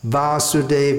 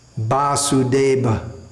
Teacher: V becomes B, so we have Vasudev becomes Vasudeb. · Shown in: second take